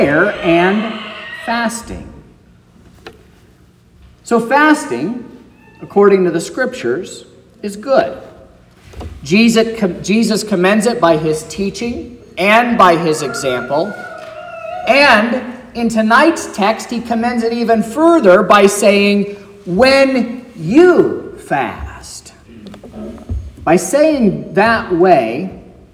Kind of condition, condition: setting, large echoing room